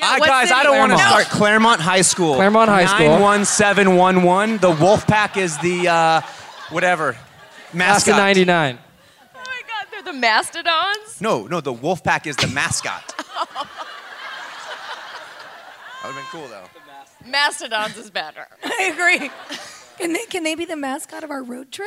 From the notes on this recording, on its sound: LIVE IN NYC.